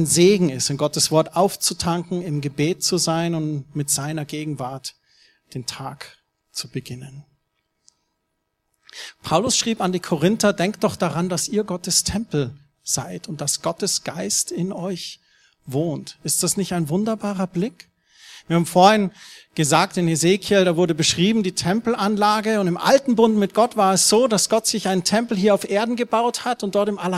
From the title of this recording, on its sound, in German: Neujahrsgottesdienst